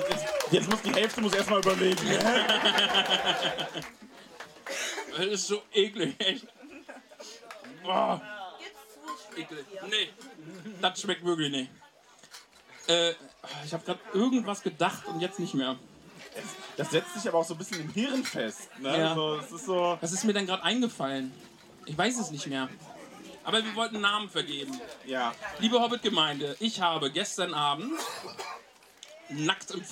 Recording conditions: live audience